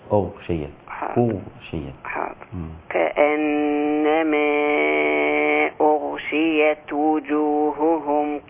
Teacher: لازم أضم الهمزة عشان ما تبقاش أغشيت